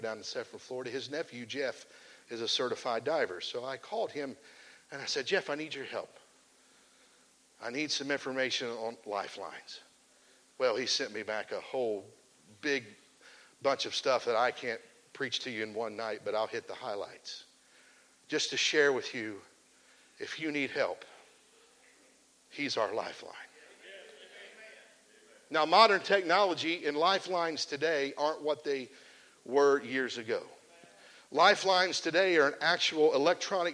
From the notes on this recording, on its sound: This message was preached at the Come Alive Spring Camp Meeting in Shelby, OH.